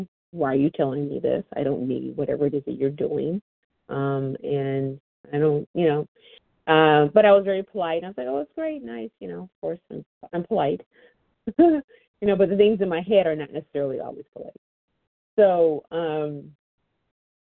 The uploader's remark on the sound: 100 Pounders Phone Meeting